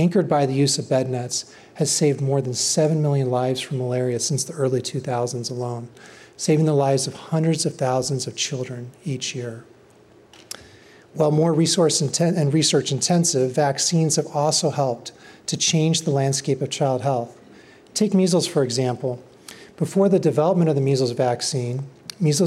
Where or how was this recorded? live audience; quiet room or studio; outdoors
live audience